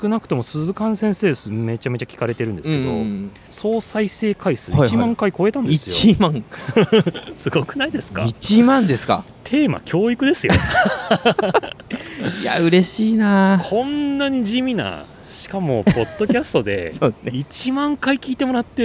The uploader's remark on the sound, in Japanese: 春の日差しが暖かな公園での収録も後編です。